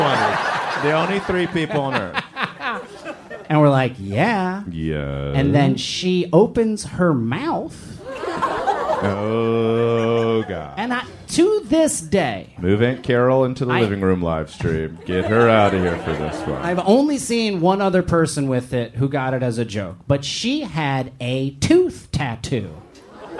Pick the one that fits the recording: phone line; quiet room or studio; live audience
live audience